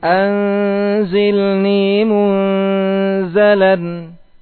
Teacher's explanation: Ya, fa sampai ka itu tipis semua. Ikhfanya tipis ya. karena semuanya huruf-huruf yang istifal.